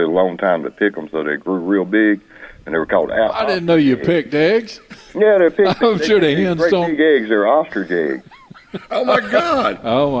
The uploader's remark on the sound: broadcasting live from Logan's Trading Company.